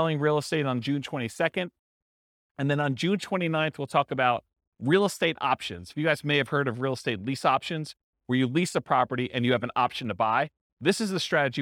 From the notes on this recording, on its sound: This was a live class recorded